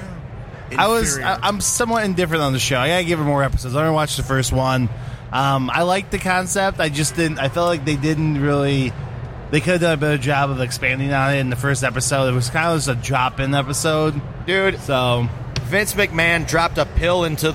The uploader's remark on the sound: Live From Motor City Comic Con